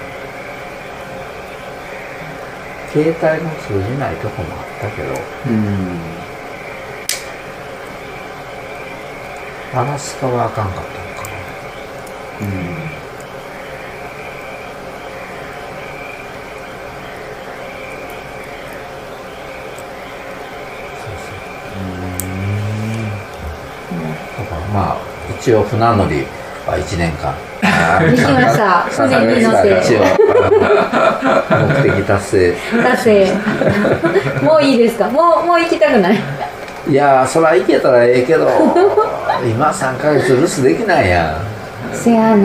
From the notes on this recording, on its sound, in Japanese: 高尾いろりの間にて。自宅の民家で、囲炉裏の火を囲みながら酒を飲み交わし、外の虫と蛙の大合唱、さらに雨が重なりワイルド感ただよう収録をお楽しみください〜。